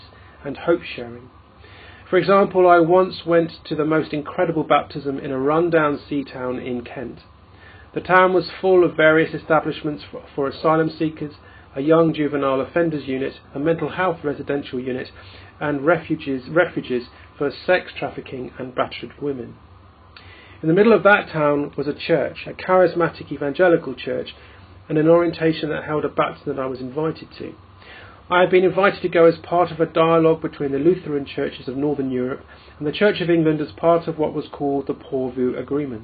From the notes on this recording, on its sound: In this podcast recorded at the Moot Eucharist at the Guild Church of St Mary Aldermary.